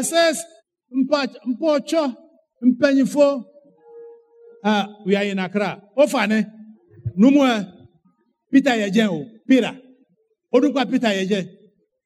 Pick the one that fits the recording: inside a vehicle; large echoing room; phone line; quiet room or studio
large echoing room